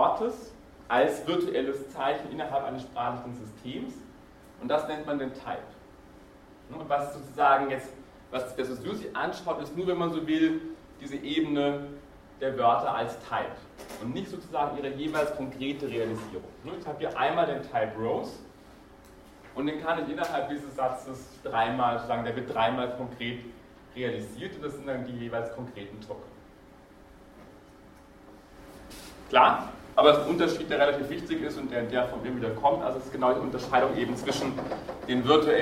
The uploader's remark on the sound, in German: Diese Vorlesung wurde von Studierenden aufgenommen